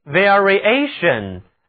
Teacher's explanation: 它的重音在第二个音节 ation 上面